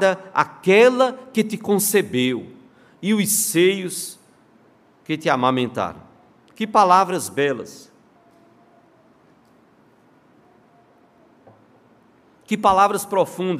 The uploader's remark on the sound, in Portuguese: no culto presencial e transmitido ao vivo